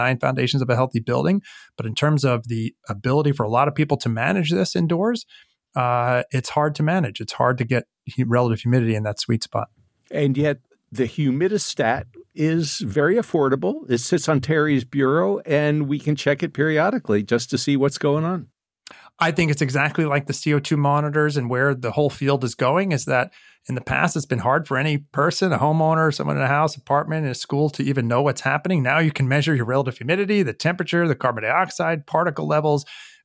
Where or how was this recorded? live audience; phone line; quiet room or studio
quiet room or studio